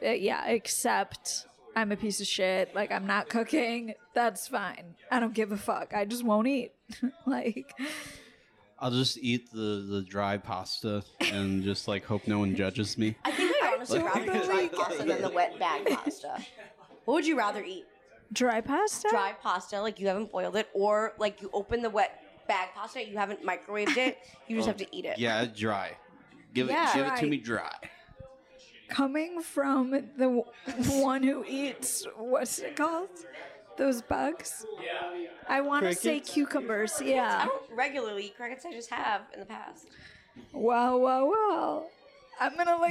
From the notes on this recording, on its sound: we record our first episode at the Annoyance Theater, Bar, Grill, and Conservatory